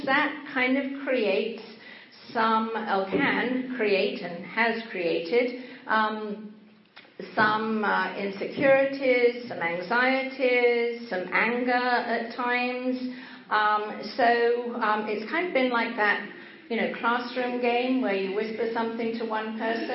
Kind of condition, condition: setting, large echoing room